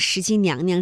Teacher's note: 石矶娘娘的第二个娘是可以读轻声的